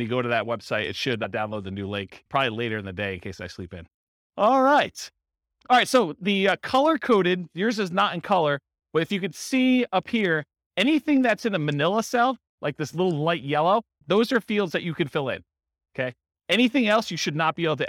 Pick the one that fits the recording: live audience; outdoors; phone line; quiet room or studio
live audience